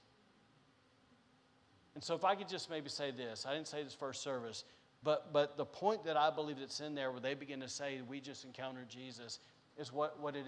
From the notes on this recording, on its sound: Was recorded on Sunday, December 5th, 2021, during service at The Anchor Church in Rockport, Maine.